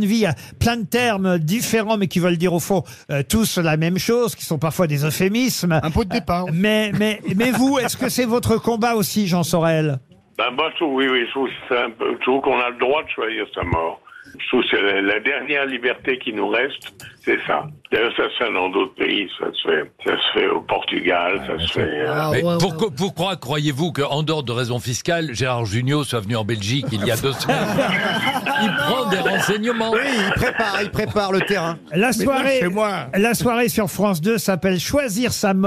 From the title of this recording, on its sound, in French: LE COUP DE FIL DU JOUR